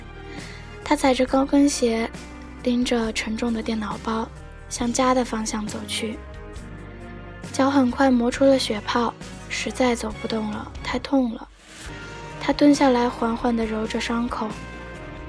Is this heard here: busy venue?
no